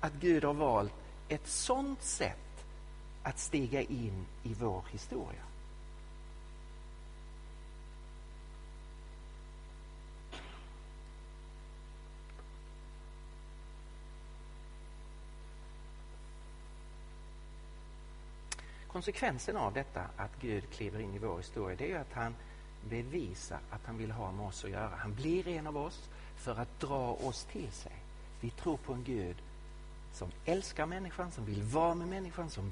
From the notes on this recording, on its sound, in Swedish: Inspelad i Betlehemskyrkan i Stockholm